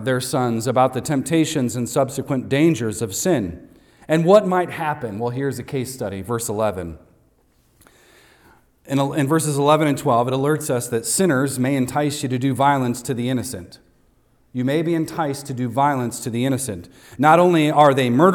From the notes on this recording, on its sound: Recorded on Sunday, June 18th, 2023, at Devonshire Church in Harrisburg, PA.